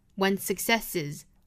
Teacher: 最后的这个 s 要读浊辅音 z，轻轻浊浊 one successes。再来读一下。Strength is built by one's failures, not by one's successes.美音版呢，我们注意是